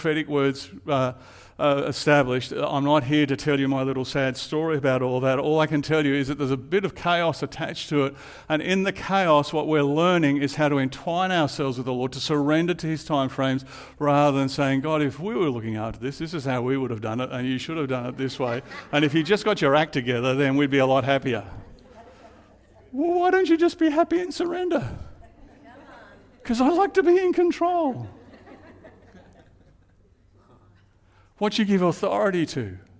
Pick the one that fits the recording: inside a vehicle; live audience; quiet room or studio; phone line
live audience